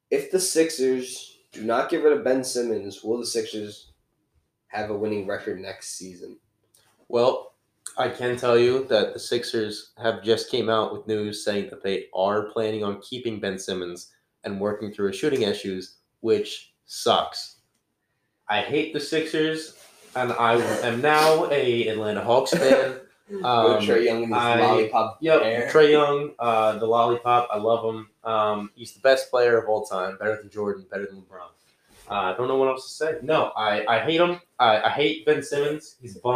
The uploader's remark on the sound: PS sorry if audio isn't great, not in our normal recording setting!